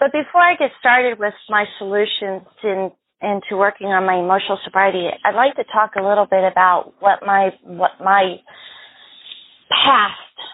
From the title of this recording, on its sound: Phone Meeting Workshop